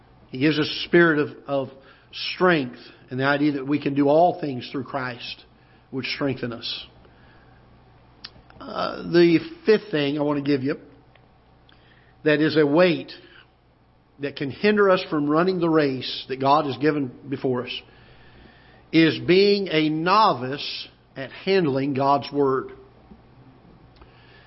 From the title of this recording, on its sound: Ketha Heights Baptist Church ~ Live Broadcast